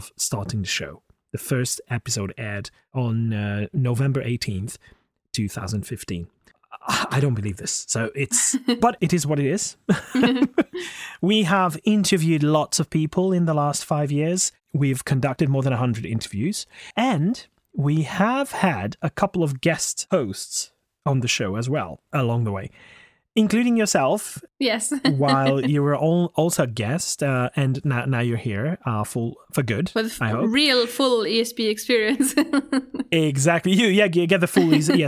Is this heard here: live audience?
no